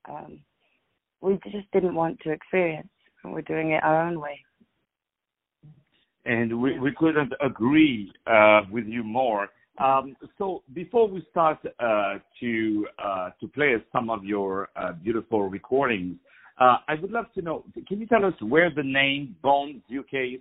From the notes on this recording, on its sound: On the phone